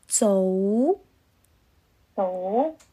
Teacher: 好像手肘的肘，但是没有卷舌音